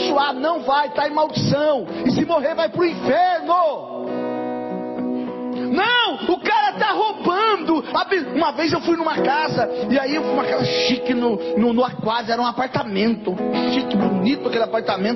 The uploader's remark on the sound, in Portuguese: Mensagem gravada em 21/05/2023 - Culto da Família